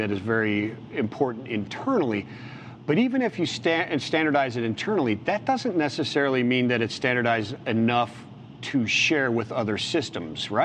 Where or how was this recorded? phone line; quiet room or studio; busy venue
busy venue